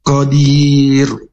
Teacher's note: huruf qaf, ini makhrajnya di pangkal lidah bertemu dengan langit-langit lunak dan dibaca tebal